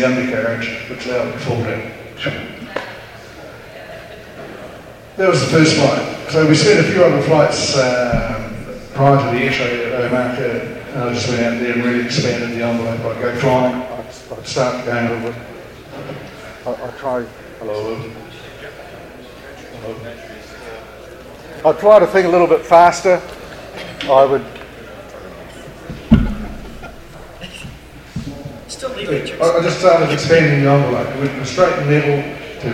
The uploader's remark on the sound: another recording from the Wings Over New Zealand Forum Meet at the New Zealand Warbirds Association hangar at Ardmore